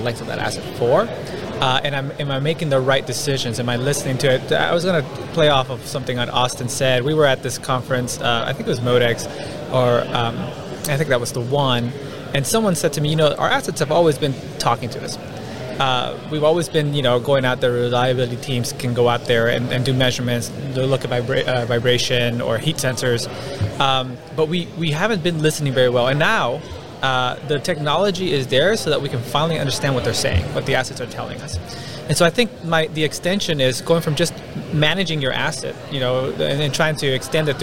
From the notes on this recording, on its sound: IoT and asset management at a conference.